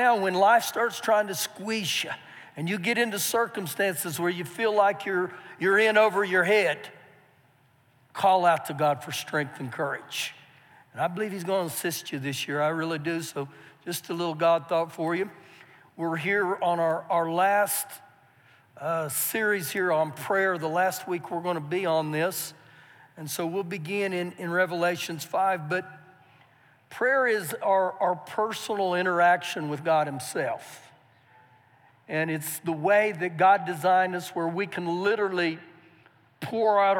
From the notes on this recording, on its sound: Recorded live during our Sunday morning service